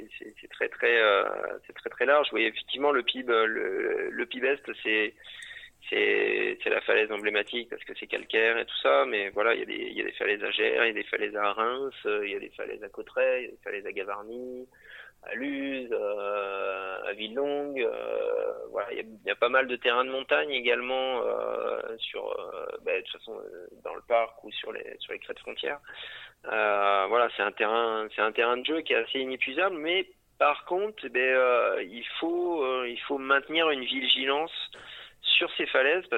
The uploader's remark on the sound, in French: Interview téléphonique